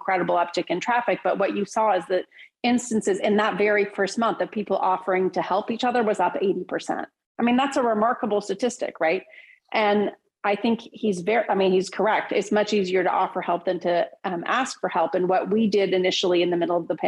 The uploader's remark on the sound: Every episode is recorded from MTM’s Live Visionaries Webinar. "Visionaries" originally airs live from zoom every Tuesday at 9 AM PT and is brought to you in partnership with The Wall Street Journal.